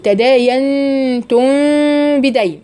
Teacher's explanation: ميم ساكنة آخر كلمة تداينتم وراها الباء المتحركة، فيبقى الحكم هنا إيه؟ إخفاء شفهي بغنة مقدارها حركتين